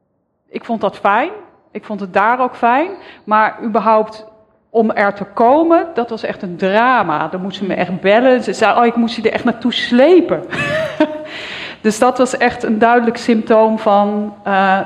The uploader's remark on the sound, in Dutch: 1 Uur Over… is een live gespreksprogramma dat werd opgenomen in de Serre van de Botanische Tuinen in Utrecht.